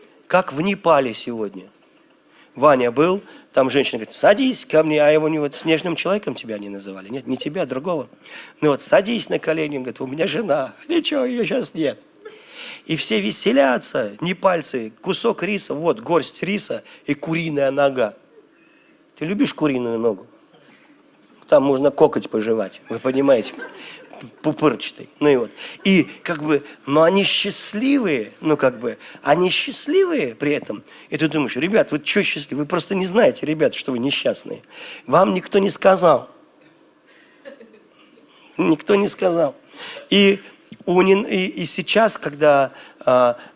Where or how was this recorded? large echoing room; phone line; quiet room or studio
large echoing room